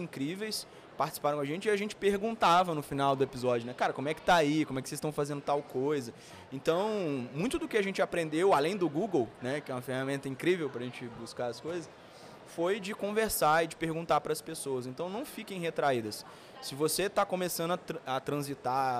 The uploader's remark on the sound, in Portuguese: Esse episódio foi gravado no espaço para Creators da Pcamp 2022.